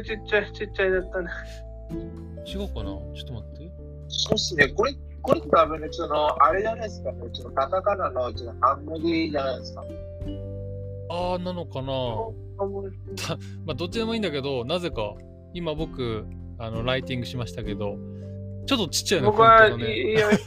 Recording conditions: poor sound quality